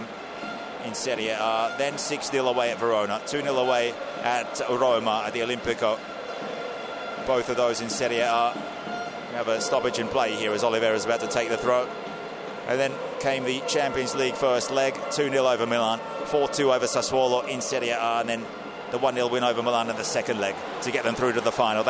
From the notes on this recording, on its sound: Live from the Stadio Diego Armando Maradona. Stadium ambience, hear what it's like to be there!